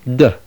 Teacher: Delta is pronounced d, slightly forward, with the tip of the tongue touching the upper front teeth